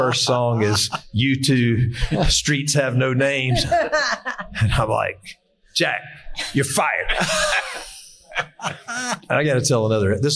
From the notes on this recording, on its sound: Live at FDIC: Conference Wrap-up.